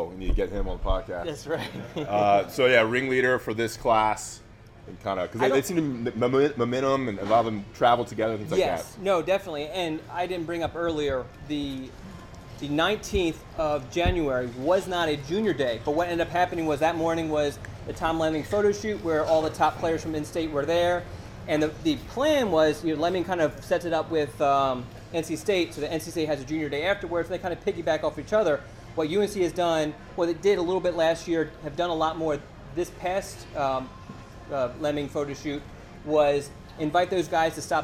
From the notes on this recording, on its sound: Live From IC's 2020 National Signing Day Event. The IC crew comes to you live from the Hickory Tavern in Carrboro for the 2020 National Signing Day Event. Answer questions from the members of the IC community in attendance.